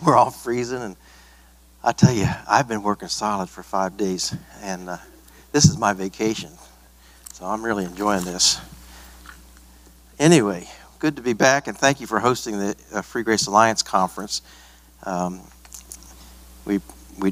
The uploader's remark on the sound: This message was preached at a Free Grace Alliance regional conference at Emmanuel Baptist Church in Starkville, MS.